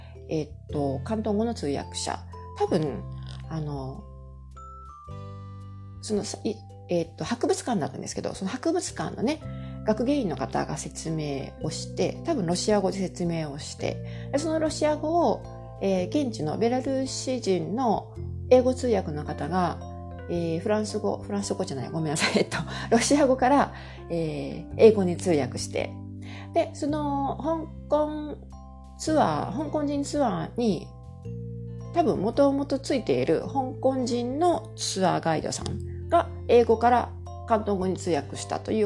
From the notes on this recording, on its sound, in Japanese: 少し雑音が入っています